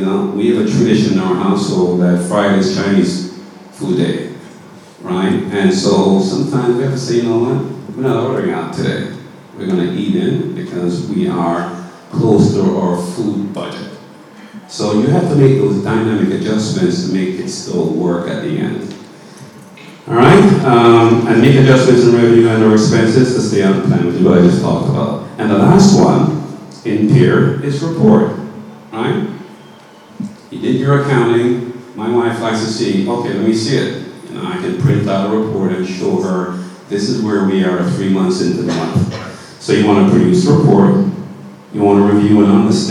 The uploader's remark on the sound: A live financial seminar hosted by Truth Center Ministries. This recording also includes the live question and answer session held at the end of the seminar.